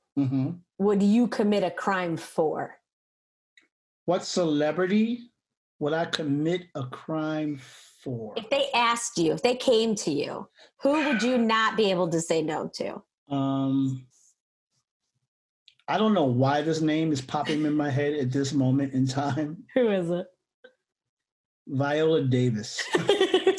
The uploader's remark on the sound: Two comedians log onto Zoom to record their very first True Crime episode.